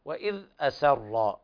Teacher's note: لابد من ترقيق الهمزة والسين ثم تفخيم الراء، وإذ أسر قرأ ورش بنقل حركة الهمزة إلى الساكن قبلها